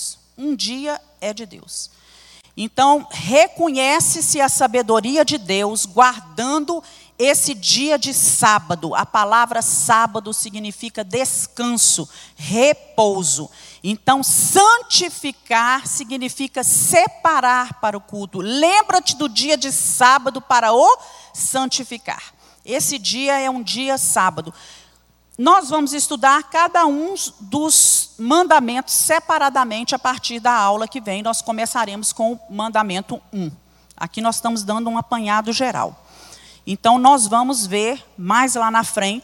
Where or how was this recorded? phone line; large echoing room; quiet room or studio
large echoing room